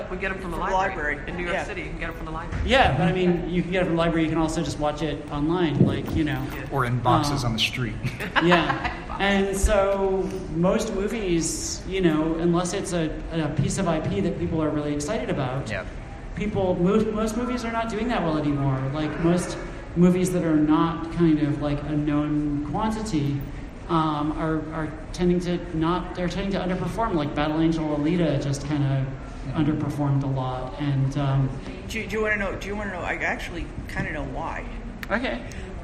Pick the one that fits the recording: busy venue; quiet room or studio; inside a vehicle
busy venue